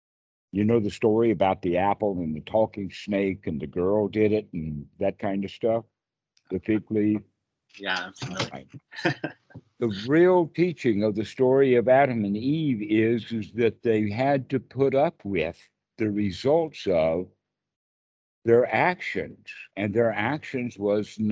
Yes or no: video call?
yes